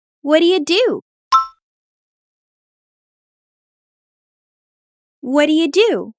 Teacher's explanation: this is a question, so let's raise our tone at the end